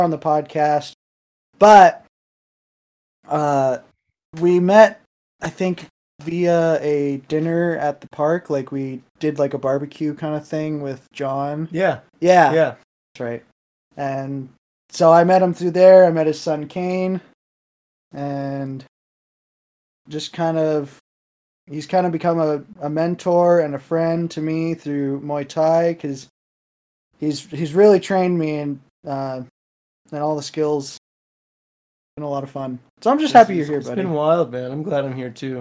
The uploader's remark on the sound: The audio is a bit choppy this episode due to some unfortunate mic malfunctions, so we do apologize